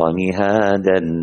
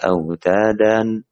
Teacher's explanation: نأتي أو نضع مكان التنوين بالنصب أو الفتح ألف مد · Term: مد العوض